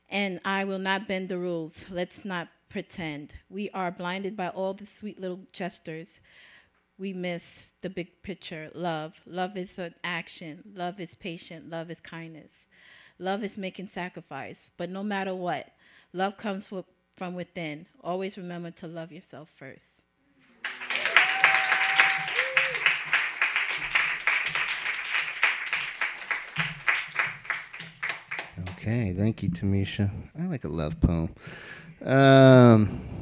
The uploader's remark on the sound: Brooklyn Poets Yawp open mic